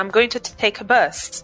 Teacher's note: o artigo ele não vai ter muita importância ou necessariamente uma ênfase na frase, então ele quase desaparece. Porque o importante dessa mensagem é o take e o bus. · Term: weak form